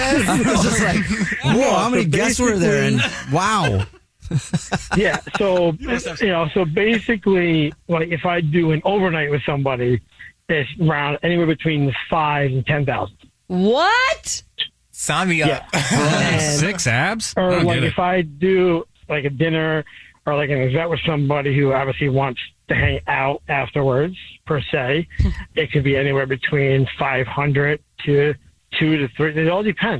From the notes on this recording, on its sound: The man on the phone has not one, but TWO Dirty Little Secrets!